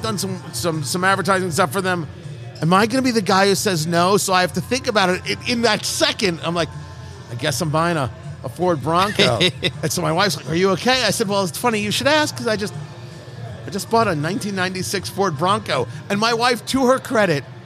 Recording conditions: busy venue